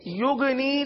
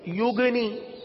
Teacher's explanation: یقرض یغنی تو غلط ہو جائے گا نا، یعنی غین کے بجائے ہم نے گاف پڑھ لیا، اور گاف اور دوسرا اس کے اندر قلقلہ بھی کر دیا، یوگنی، تو یہ قلقلہ ہو گیا، تو غین میں قلقلہ نہیں ہوتا اور غین کو گاف کی طرح نہیں پڑھتے · Shown in: first take